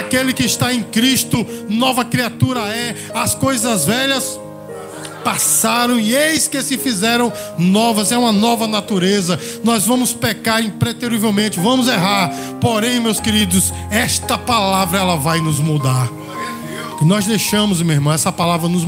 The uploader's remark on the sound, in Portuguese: Gravado no culto de celebração da Igreja Bíblica Vida Eterna (IBVE).